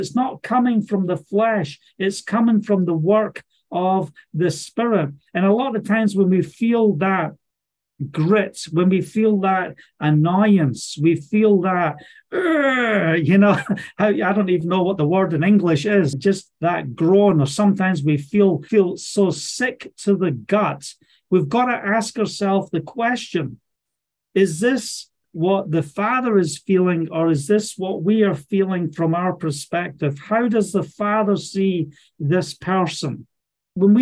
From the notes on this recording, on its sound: Live Zoom Call Message. From Scotland.